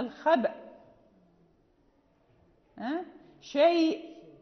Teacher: يعني لا تذهب الهمزة، شيء لابد من نطقها، لكن لا نقلقلها، لابد أن تظهر الهمزة لأن هناك من يخفيها حال الوقف